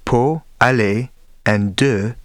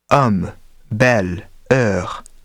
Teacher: The closed French vowels in such words as pot, aller and de contrast with the open vowels homme, belle, heure. Very generally speaking, closed vowels occur as the final vowels in a syllable, while open vowels occur before a consonant plus silent e. · Term: Voyelle fermée et voyelle ouverte